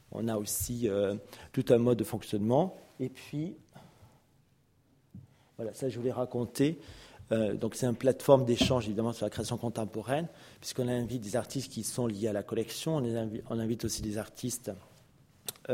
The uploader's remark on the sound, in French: enregistrée le 05 février 2015 à l’occasion du colloque « Le conservateur du patrimoine : acteur de l’Education artistique et culturelle »